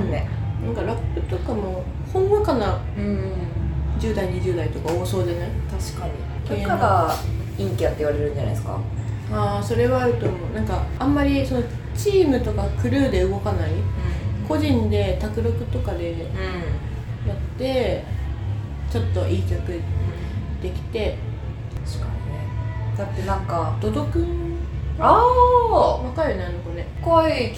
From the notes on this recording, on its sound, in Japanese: 雑音すごくてすみません。。